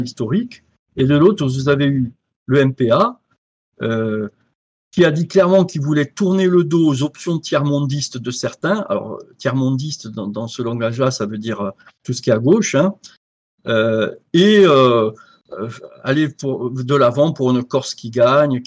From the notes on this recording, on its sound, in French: Captation de Visioconférence